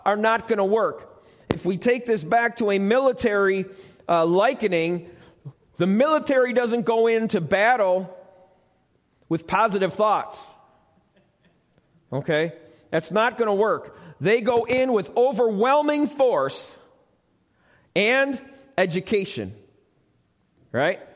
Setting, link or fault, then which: setting, large echoing room